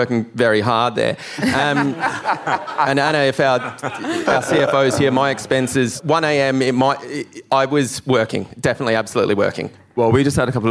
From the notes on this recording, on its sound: From the Monocle Quality of Life Conference. Answer audience questions from every corner of the globe.